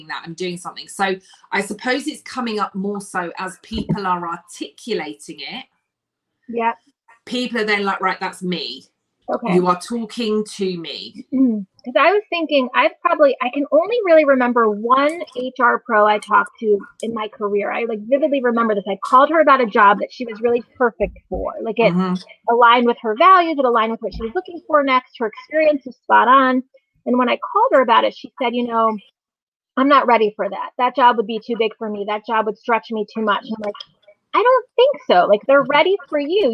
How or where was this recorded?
video call